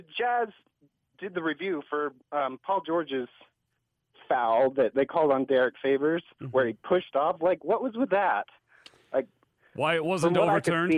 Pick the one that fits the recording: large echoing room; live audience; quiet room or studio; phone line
phone line